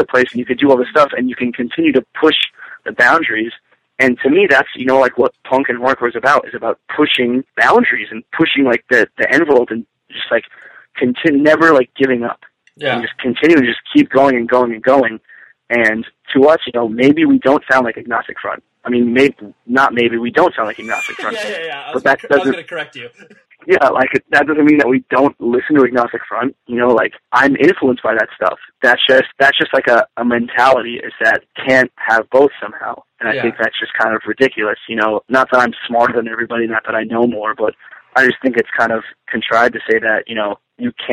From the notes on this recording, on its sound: We hopped on the phone one morning.